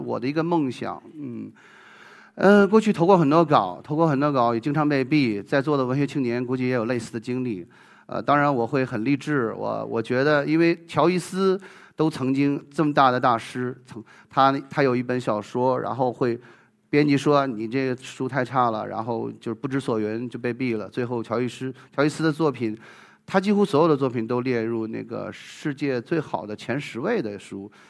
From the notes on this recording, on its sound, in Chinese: 一席现场